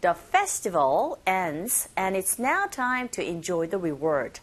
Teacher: 이 V 발음 긁어주시는 거 그거 잊지 마시고요